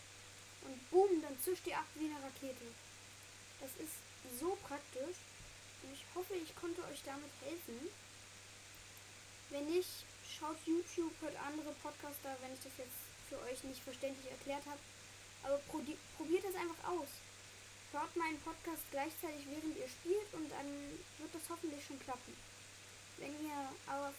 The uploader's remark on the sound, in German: Sorry für das rauschen.